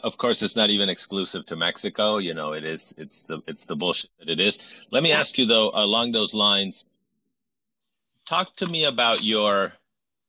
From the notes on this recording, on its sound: in a spoiler-filled virtual Q&A